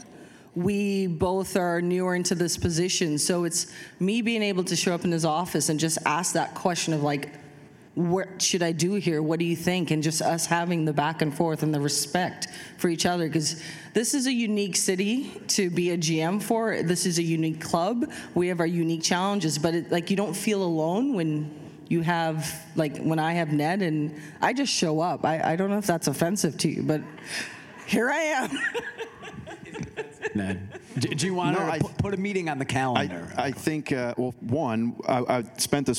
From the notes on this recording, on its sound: This episode was recorded in front of a live audience of Sport Oregon members at Wieden + Kennedy as part of a Sport Oregon Chalk Talk.